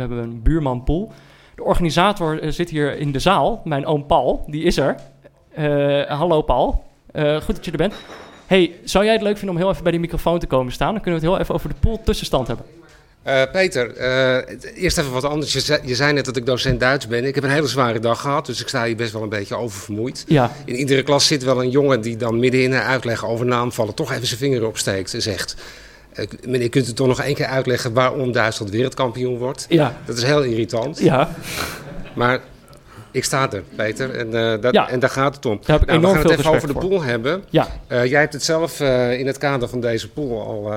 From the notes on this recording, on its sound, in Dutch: In de zaal zitten duizenden mensen.